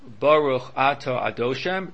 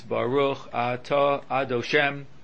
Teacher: In Hebrew, the accent is normally on the last syllable, and by Hashem's name, the accent should be on the last syllable. · Shown in: second take · Term: accent is on the last syllable